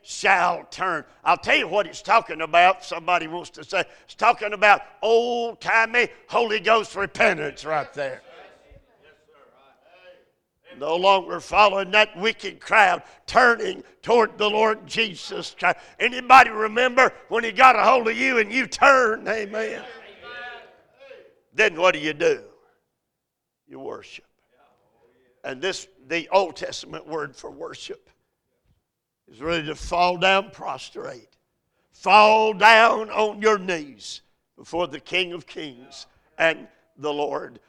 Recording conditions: large echoing room